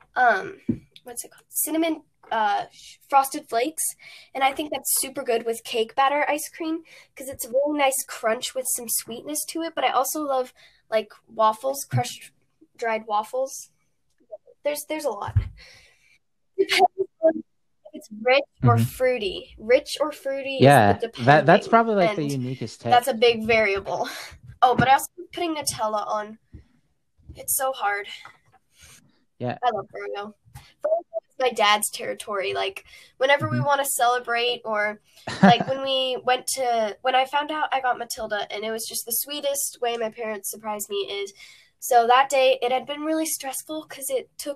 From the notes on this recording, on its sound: technically speaking we got a lot of bugs to work out